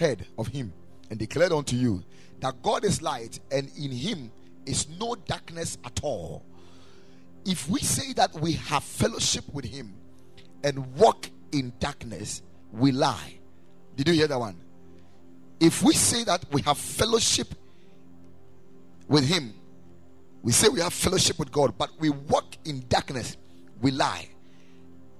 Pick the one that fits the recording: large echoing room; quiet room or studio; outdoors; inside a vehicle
large echoing room